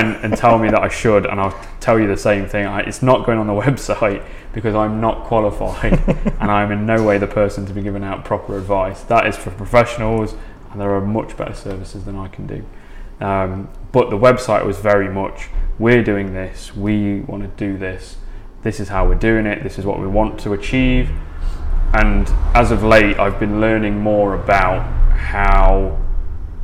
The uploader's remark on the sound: Allowing us to record in the café. Following our first cars and coffee event.